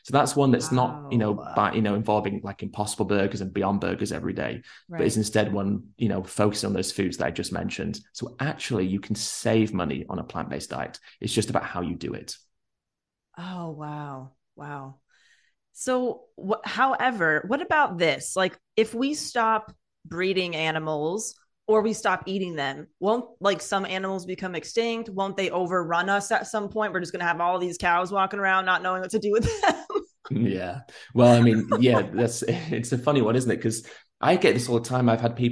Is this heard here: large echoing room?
no